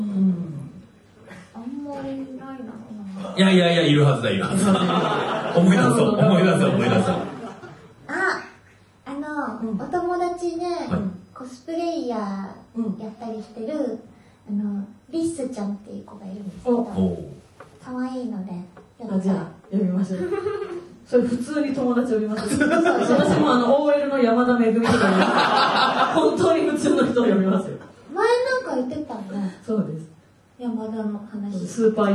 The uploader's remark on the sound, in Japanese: 今週は100回突破記念公開収録の模様をお届け！